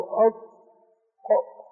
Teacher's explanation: الطاء ليس فيها استطالة، لما تنطق الطاء ساكنة تقول أط أط، لكن لما تتكلم بالضاء الرخوة مش الضاد الرخوة الضاء تقول أو، الصوت يخرج من بين الثنايا.